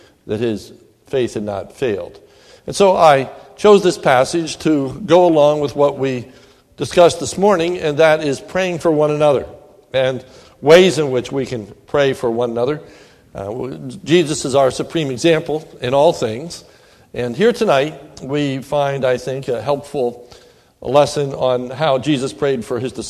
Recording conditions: large echoing room